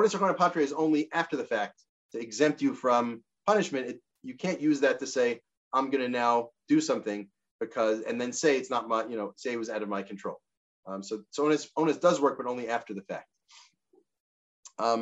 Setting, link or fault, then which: link, video call